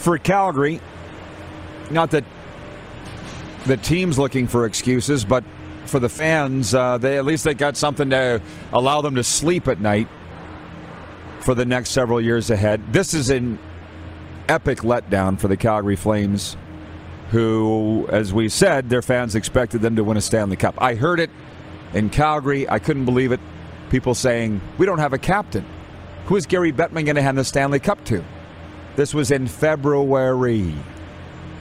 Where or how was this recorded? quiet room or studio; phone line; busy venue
busy venue